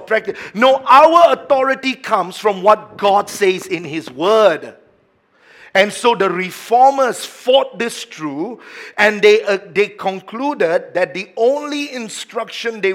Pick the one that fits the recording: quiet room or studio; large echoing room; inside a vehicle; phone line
large echoing room